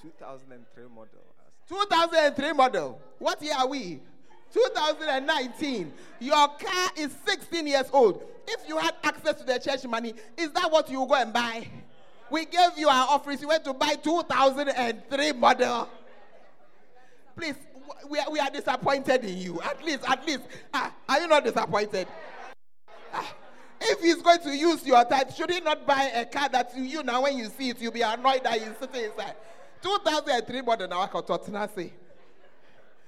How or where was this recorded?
large echoing room